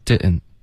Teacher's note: 开头的 didn't 的这个喉音停顿要放松，不能太用力的